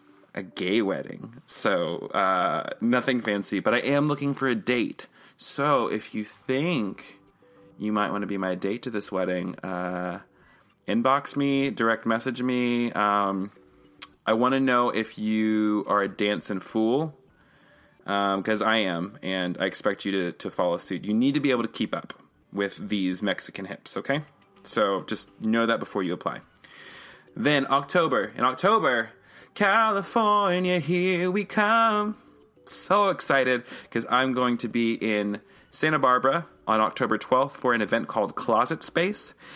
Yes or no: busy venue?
no